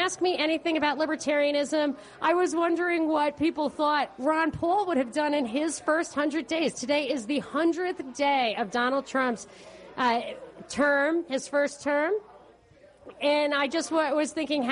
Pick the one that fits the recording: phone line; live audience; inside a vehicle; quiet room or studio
live audience